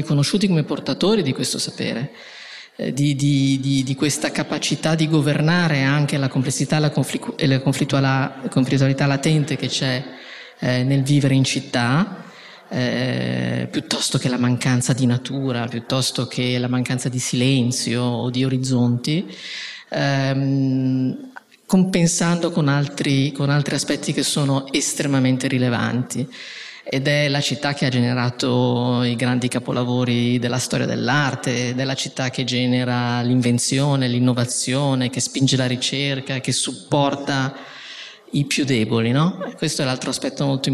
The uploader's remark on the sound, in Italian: In questa puntata live registrata il 26 ottobre 2023 durante Future4Cities, il festival delle città che cambiano.